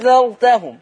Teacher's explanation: وله إبدال الهمزة الثانية ألف مع المد المشبع